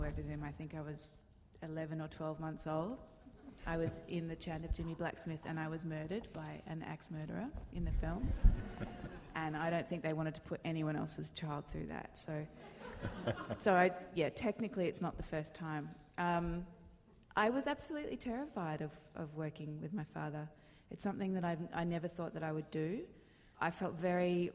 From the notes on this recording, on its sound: At the 92nd Street Y. As part of the 92Y’ s long-running film screening and discussion series, “Reel Pieces.” Were interviewed before a live audience.